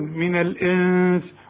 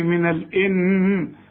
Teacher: الإنس برضو في نون بعد السين، السين من حروف الإخفاء لازم تغن · Shown in: first take